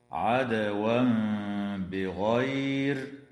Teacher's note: ويقلب التنوين ميما مع مراعاة الغنة والإخفاء